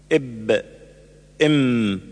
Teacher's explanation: من الشفتين معا ويخرج منهما الباء والميم والواو غير المدية